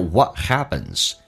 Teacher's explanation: What's 的 T 不发音，这叫略音